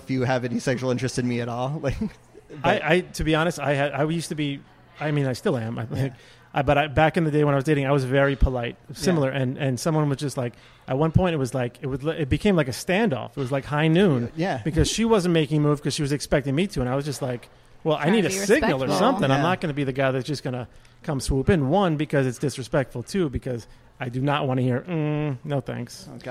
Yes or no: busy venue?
yes